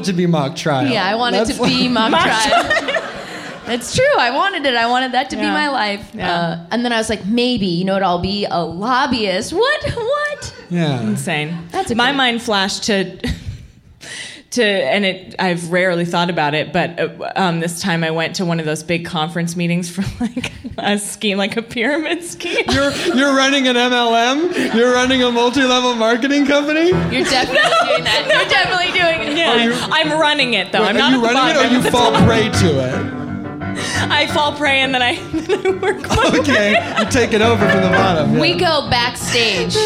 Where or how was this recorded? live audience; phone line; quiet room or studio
live audience